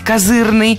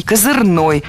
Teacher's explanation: В этом слове двойная норма ударения, и возможны оба варианта. С ударением на втором слоге и окончанием «ый» – козырный, и с ударным окончанием «ой» – козырной.